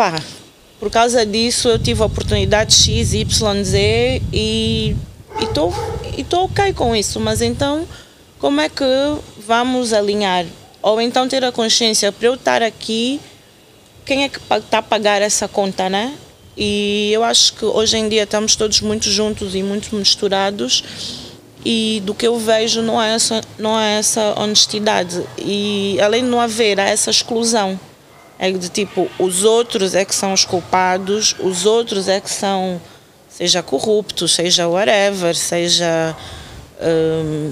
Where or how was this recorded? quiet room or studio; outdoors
outdoors